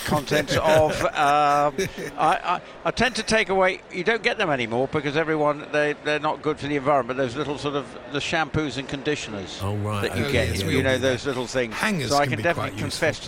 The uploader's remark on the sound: Join the guys live from Ascot with tales from off the track.